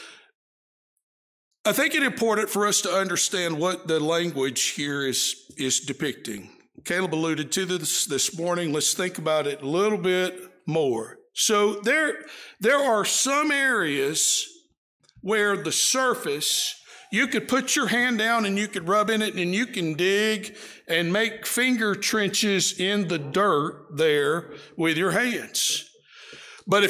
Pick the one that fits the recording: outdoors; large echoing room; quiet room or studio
large echoing room